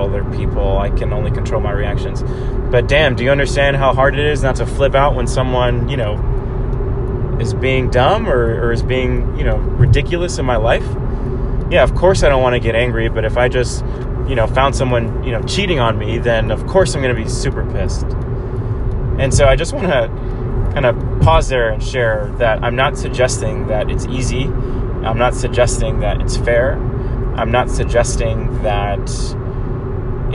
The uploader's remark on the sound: Pardon in advance for the background noise.